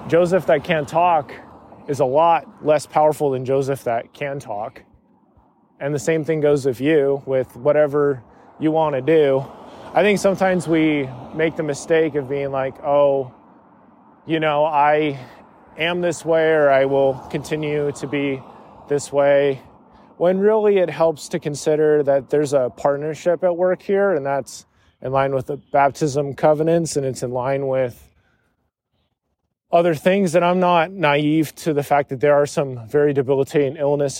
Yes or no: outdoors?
yes